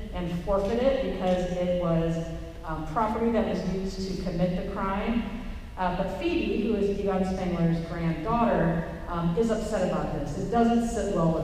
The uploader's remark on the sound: Records live at San Diego Comic Con Special Edition!